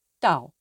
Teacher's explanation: Tone four is a short, sharp drop like a warning.